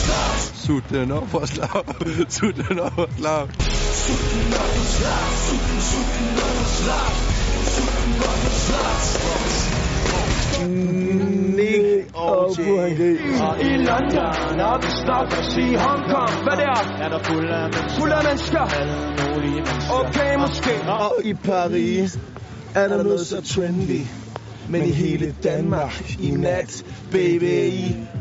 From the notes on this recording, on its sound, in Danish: De Smukke Nyheder runder årets festival af med indslag fra skoven.